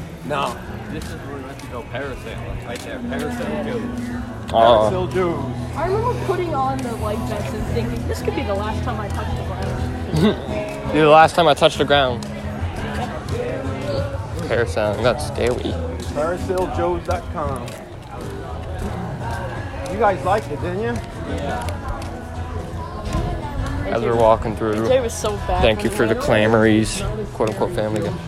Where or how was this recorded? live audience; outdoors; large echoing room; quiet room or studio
outdoors